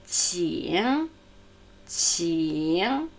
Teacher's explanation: der hintersprachliche Konsonant ng, ne. so resonant wie der Klang einer Glocke